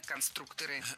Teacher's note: если речь идет не о профессии, а о «Лего», например, то ударение все равно падает на второй слог. Только конструкторы.